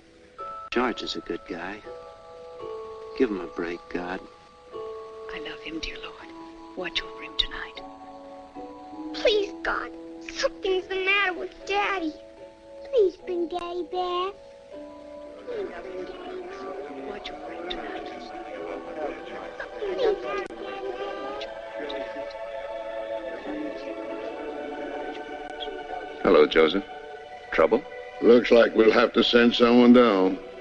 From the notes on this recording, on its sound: This is audio ripped from the Live Service video.